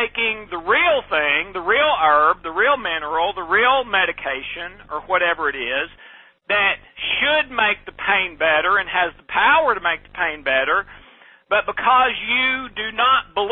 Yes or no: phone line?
yes